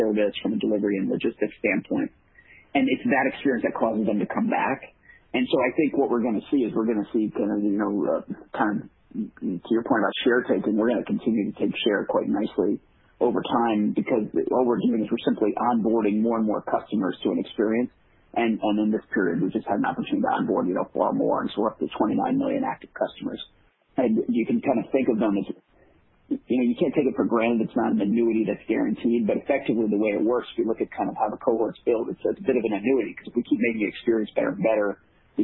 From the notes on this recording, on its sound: Q3 2020 Results Conference Call